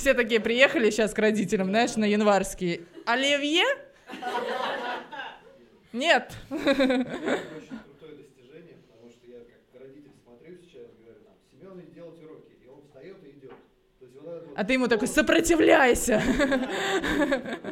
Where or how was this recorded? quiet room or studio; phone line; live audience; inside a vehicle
live audience